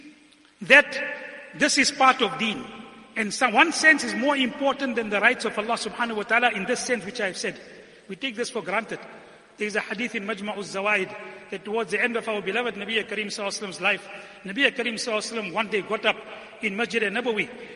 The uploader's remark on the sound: Jumuah lecture